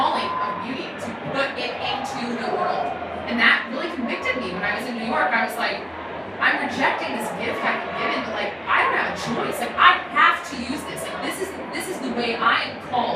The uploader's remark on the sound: Live from SEEK2019! At the SEEK conference, which took place in Indianapolis in early January.